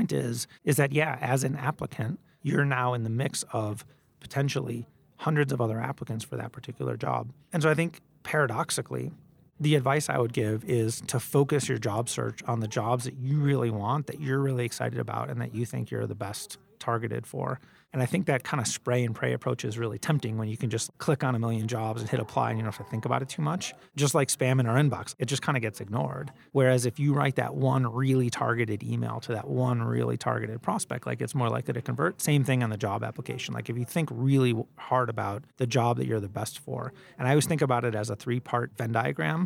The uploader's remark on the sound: Live from the World Economic Forum in Davos Switzerland